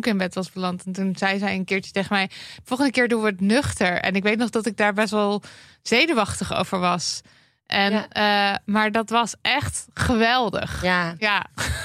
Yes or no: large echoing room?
no